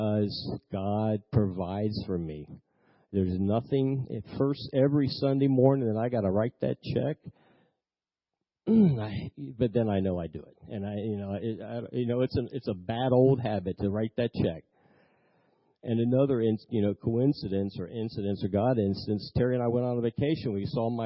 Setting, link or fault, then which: setting, large echoing room